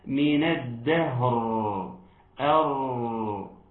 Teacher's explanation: إنها مرققة والوقوف على الراء بالراء عند الوقف هتكون مرققة. طب عند الوقف من الدهر أر، لازم الراء يديني الجسم بتاع الراء والزمن بتاعها، لأن هسمع إيه من الدهر من الدهر.